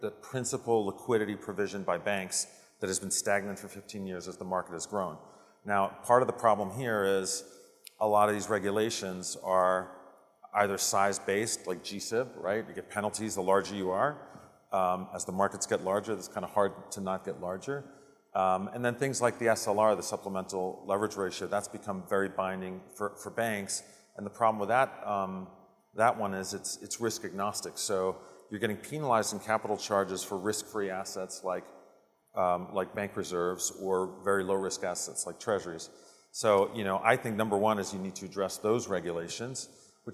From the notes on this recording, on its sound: A Conversation from SIFMA Ops. Discussion at the 2022 Operations Conference & Exhibition.